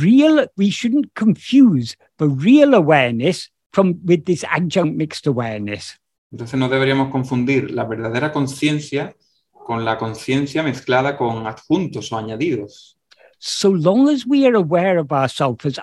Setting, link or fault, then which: link, video call